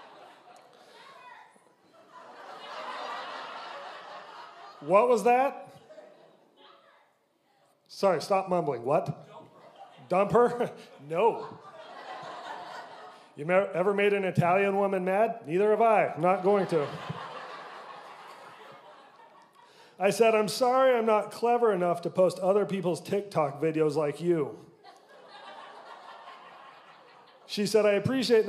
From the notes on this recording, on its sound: Recorded live at The Electric Theater in St George Utah.